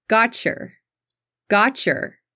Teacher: T's at the ends of words and the Y that follows, usually with you and your, turns to a ch sound.